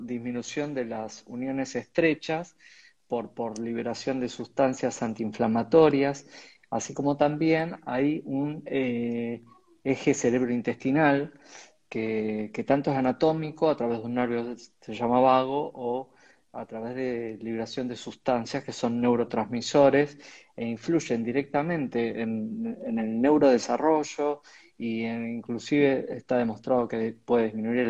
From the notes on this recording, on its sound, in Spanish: Audio de la charla en vivo por Instagram